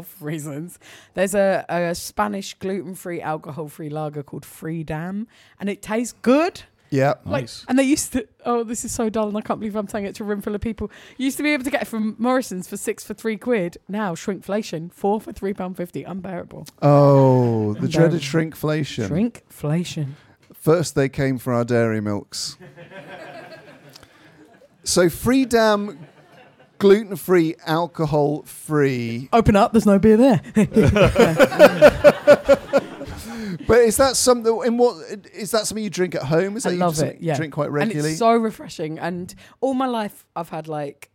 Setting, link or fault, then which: setting, busy venue